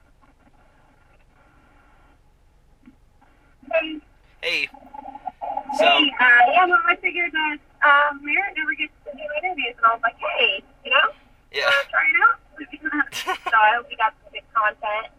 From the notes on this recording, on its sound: Recorded via phone call